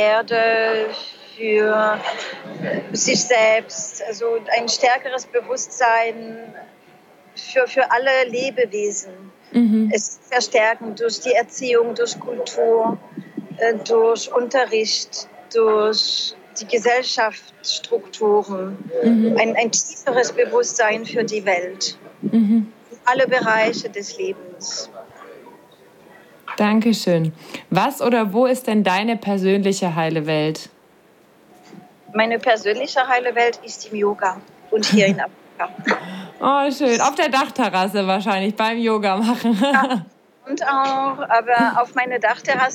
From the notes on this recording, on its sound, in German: Befindet sich zum Zeitpunkt des Interviews auf Djerba in einem Café - bitte verzeihe uns die Hintergrundgeräusche, mit dem Internet ist es in Djerba nicht ganz so einfach.